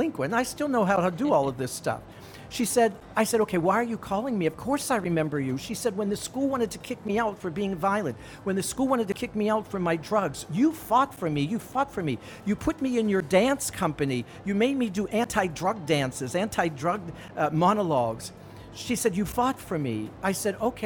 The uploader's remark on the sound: Live from SIBF 2022